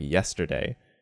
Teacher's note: So that yes part is stressed. · Term: stress accent